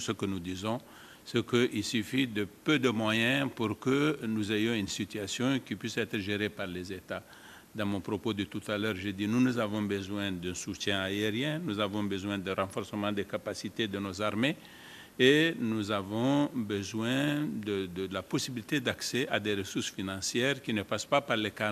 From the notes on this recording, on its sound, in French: Un débat enregistré à l’occasion de la 7ème édition du Forum international de Dakar pour la paix et la sécurité en Afrique.